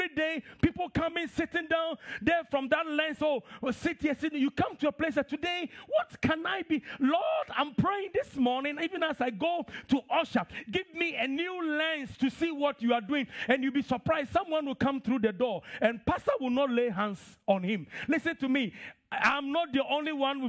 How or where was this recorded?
large echoing room